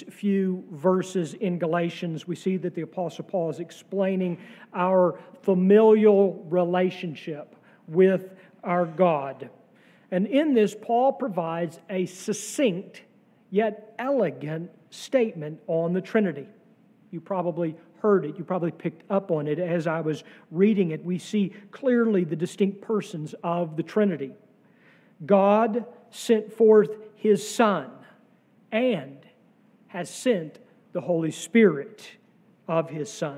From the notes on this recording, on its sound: sermon from our Trinity Sunday worship service on June 4, 2023.